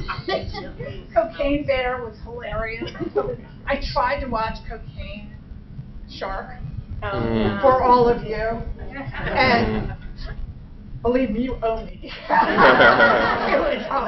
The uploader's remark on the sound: A bonus episode recorded this past Labor Day weekend at DragonCon. Participated in a panel about the horror films of 2023 so far.